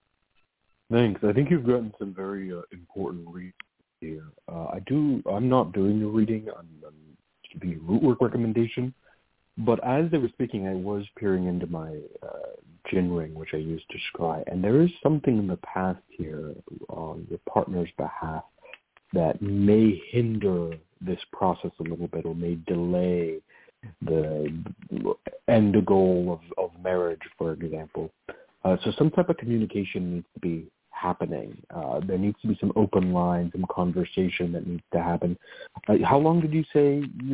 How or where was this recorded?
phone line